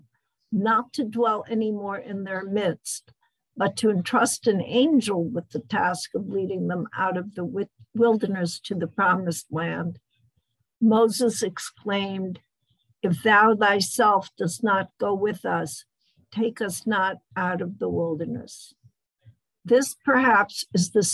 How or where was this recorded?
video call